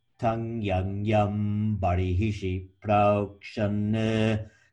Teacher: The first anuswara is followed by ya. Ya comes from your palate. So it's like the N with the tilde over it.